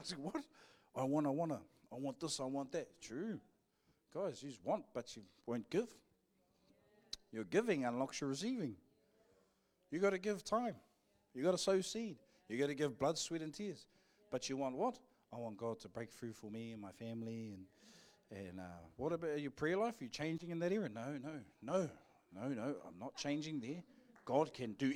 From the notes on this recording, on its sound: Live from IwiTapu Destiny Church Hawkes Bay